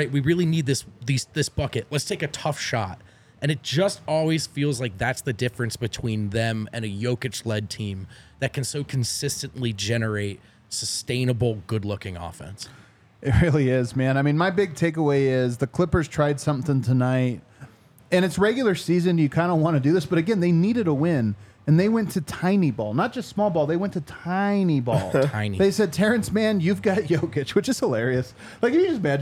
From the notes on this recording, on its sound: come to you LIVE from the DNVR Bar